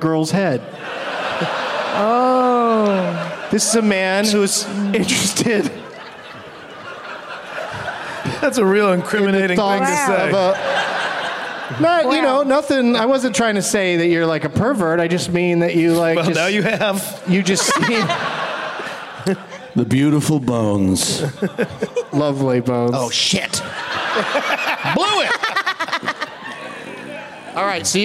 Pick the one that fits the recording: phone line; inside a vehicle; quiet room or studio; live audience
live audience